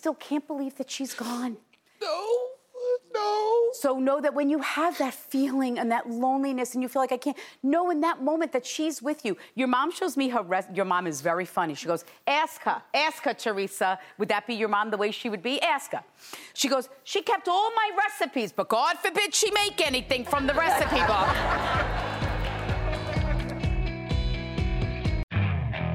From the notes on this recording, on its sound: She’s also doing a special reading of the studio audience.